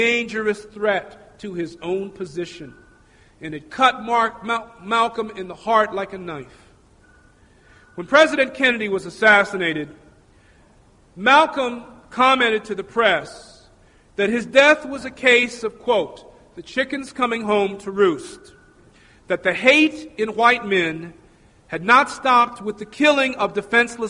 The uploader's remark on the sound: Recorded at Metro State College.